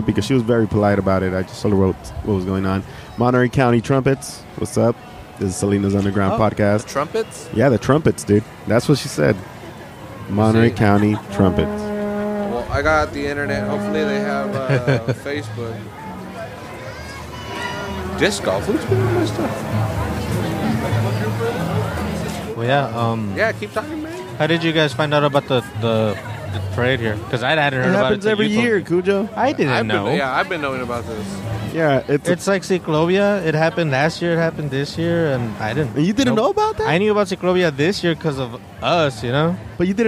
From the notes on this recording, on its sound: The annual Parade of Lights in downtown Salinas passes in front of the Public House so we decided to set up and record from the sidewalk.